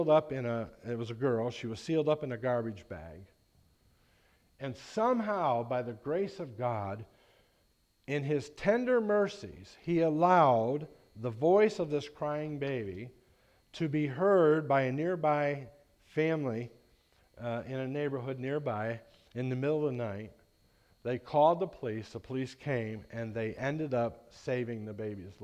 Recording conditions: large echoing room